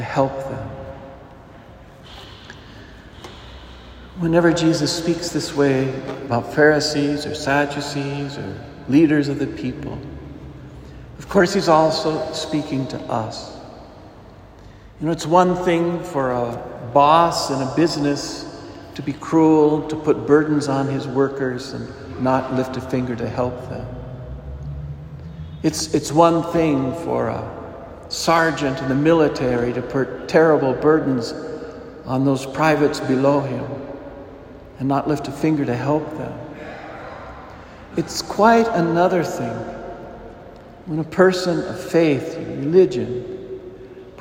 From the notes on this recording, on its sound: A cheery apology for the interruption at the beginning of the homily when a small child wandered into the sanctuary, attracted by the beautiful statuary in the retablo of the church! Homily delivered to the Saint Francis Catholic Community of Cuenca, Ecuador.